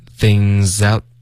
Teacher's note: things 跟 out 要连读 things out, out 的特省略